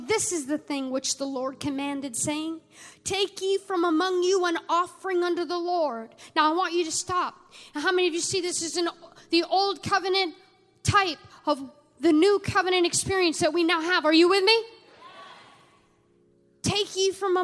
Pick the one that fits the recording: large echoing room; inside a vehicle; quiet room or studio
large echoing room